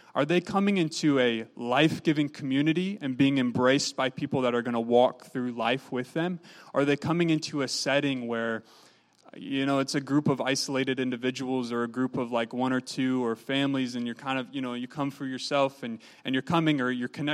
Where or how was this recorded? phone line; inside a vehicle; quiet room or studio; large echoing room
large echoing room